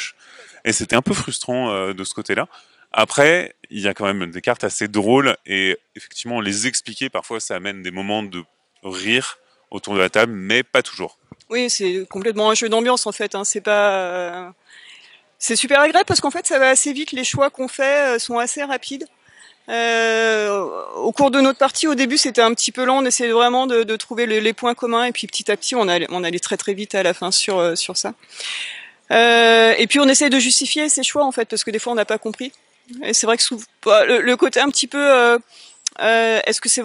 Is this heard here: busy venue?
yes